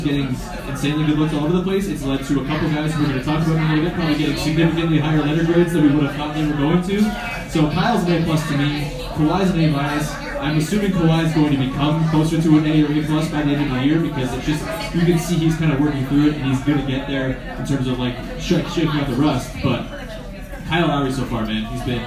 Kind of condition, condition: setting, busy venue